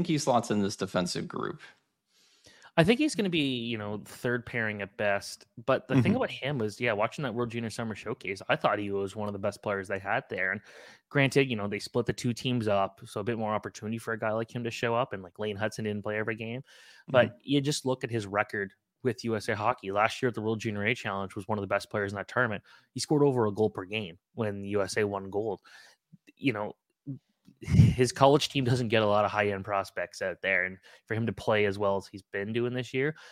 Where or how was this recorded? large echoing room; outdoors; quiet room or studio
quiet room or studio